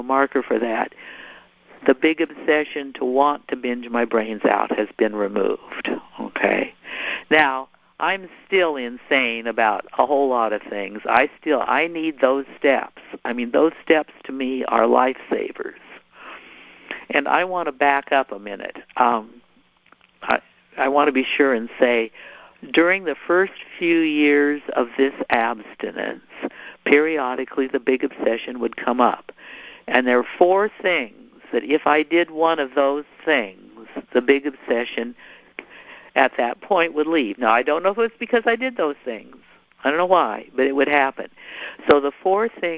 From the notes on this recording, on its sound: Sunday 7pm phone meeting. Sunday 7pm Anorexia & Bulimia phone meeting.